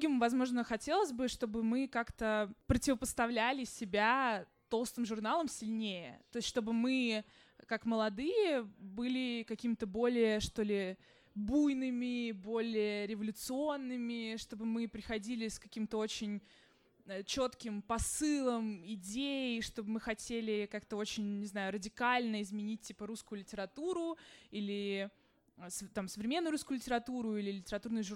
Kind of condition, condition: setting, busy venue